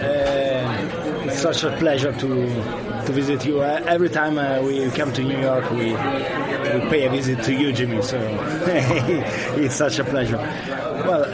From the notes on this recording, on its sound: Recorded live at Jimmy’s No.